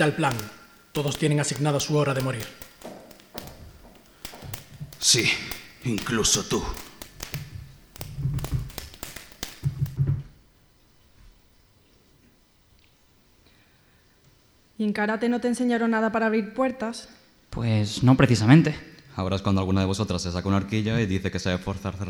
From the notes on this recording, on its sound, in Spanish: En directo desde la Térmica. Este capítulo ha sido grabado con público en directo en la Térmica, Málaga.